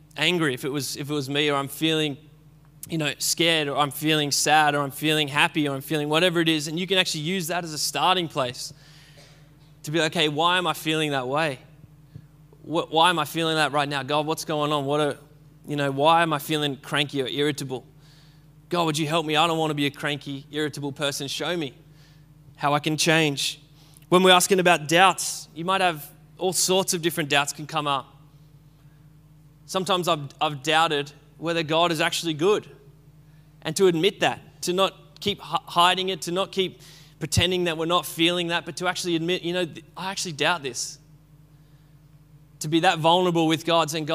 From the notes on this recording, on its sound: Recorded at Restore Church on the 6th of June 2021.